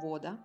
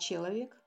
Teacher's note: Бабушки, которые там до сих пор живут, они всегда будут ставить ударение на первый слог. Они не скажут «вода», они скажут «вода».